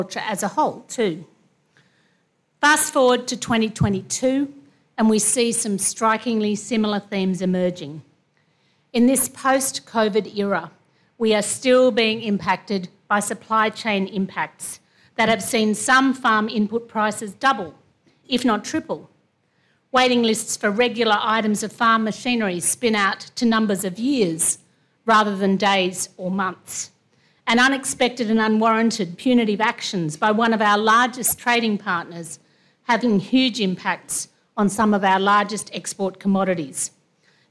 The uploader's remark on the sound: delivers the keynote address at the 2022 Nuffield Awards Gala dinner